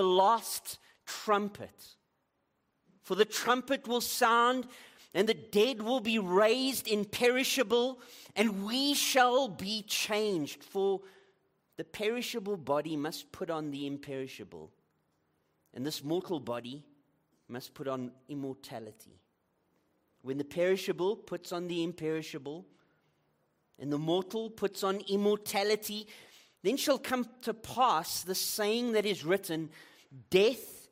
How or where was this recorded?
large echoing room